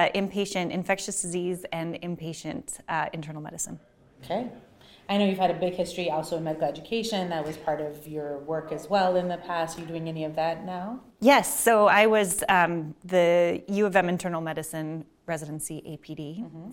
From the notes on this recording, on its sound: We are sharing a recording of a conversation from the 2023 Annual Scientific Meeting of the Minnesota Chapter of ACP.